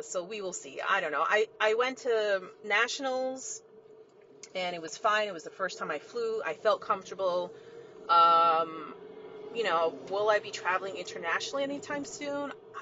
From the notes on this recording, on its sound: (Car Episode). Recorded from my car- so I apologize in advance for the crap audio.